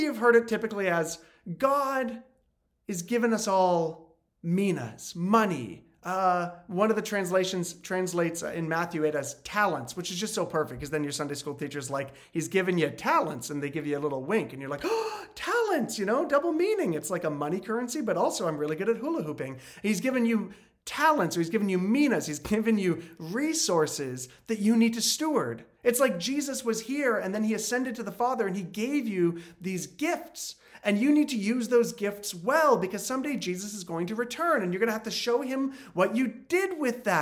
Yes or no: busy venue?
no